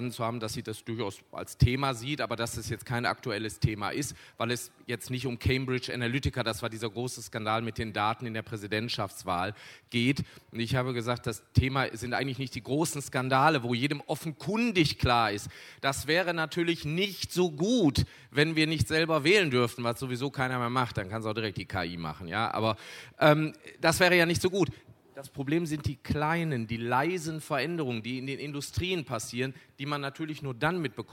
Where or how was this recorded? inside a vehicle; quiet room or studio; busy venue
busy venue